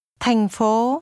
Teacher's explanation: The tones are low falling and high rising.